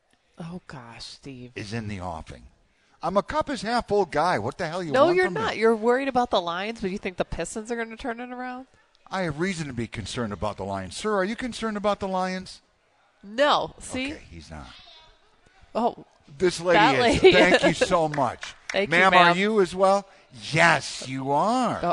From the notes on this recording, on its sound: LIVE from Soaring Eagle Casino & Resort in Mt. Pleasant for a special edition of The WJR Sports Book.